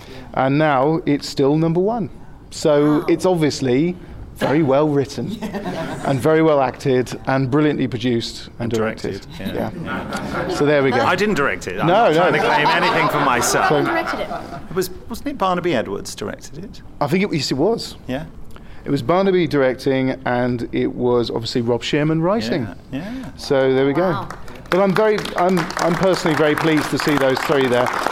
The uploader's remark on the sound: The Big Finish Podcast returns, live from Chicago TARDIS 2015!